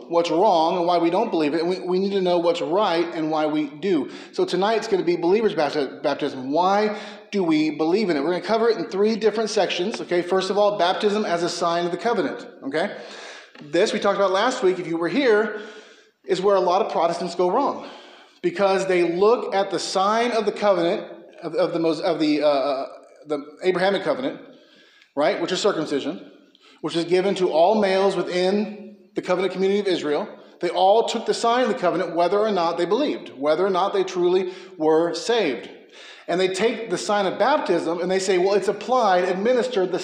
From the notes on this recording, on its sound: A sermon preached at McKee Road Baptist Church in Bakersfield, Ca.